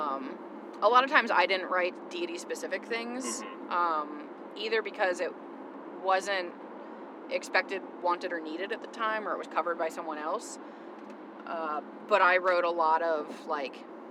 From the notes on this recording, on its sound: Travel out to Harvest Nights and bring you along in the car with them.